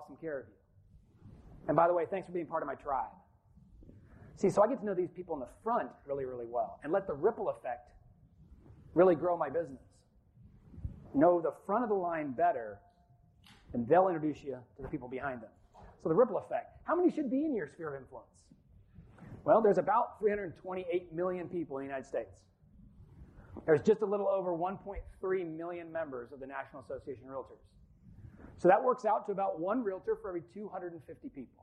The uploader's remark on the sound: Live from the 2019 Florida Realtors Convention and Trade Expo. We were given permission by the Association to record the presentation and release as a podcast.